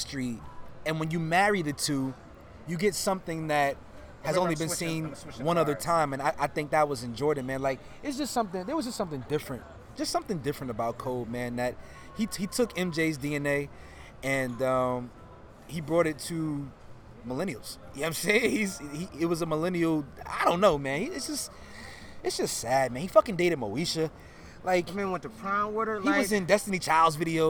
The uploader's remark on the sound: "on location" podcast at Soho Beach House